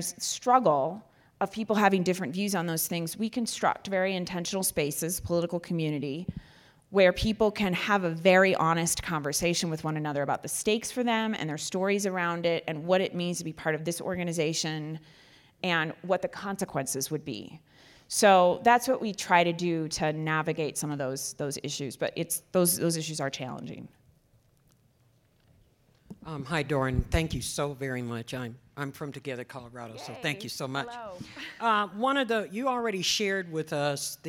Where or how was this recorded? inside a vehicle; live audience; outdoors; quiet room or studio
live audience